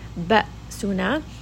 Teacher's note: Ba'suna, give it a little bit of that jerk, give it a little bit of jahar so that the hamza becomes very apparent and it does not come into or turn into an alif from the jowf